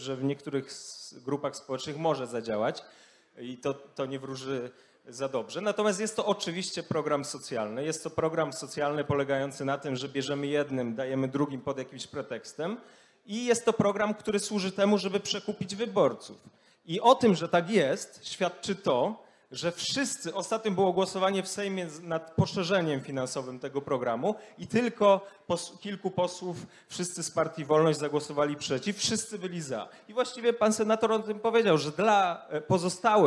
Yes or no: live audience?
yes